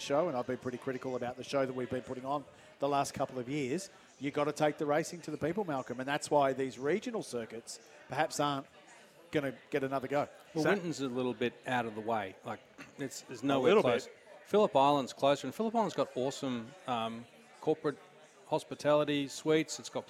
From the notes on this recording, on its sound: Ventured out of the studio to soak in the sights and sounds as we had our second on location live broadcast from The Star on the Gold Coast.